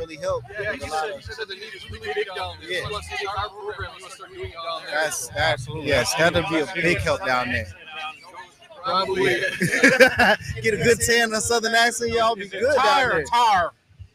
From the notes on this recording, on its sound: In this Episode we are live on West Boardway and Lyndale Ave in Minneapolis Minnesota celebrating Juneteenth. We shot this live and outside for the first time - please excuse sound quality.